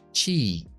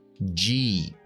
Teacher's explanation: La cha no lleva voz pero hay otro en inglés que sí lleva voz. · Entonces la CH es igual, pero activamos la voz. · Term: chat con voz